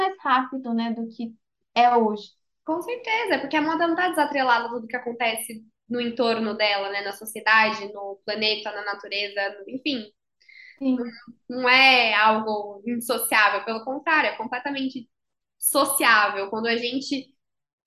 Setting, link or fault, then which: link, video call